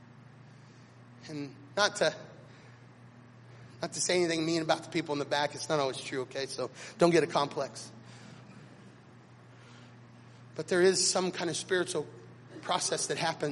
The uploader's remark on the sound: recorded at Chapel North on Sunday August 14th, 2016